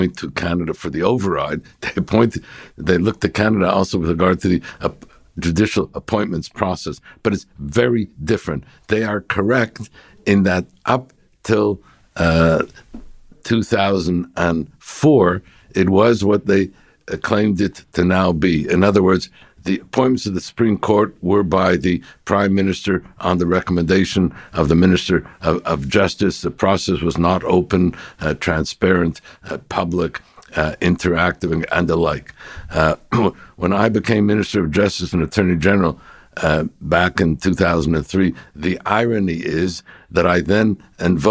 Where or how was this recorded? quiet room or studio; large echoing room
quiet room or studio